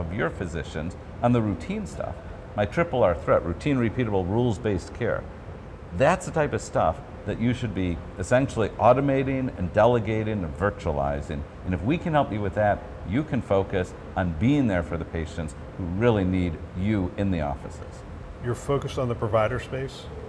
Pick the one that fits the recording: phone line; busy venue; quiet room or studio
busy venue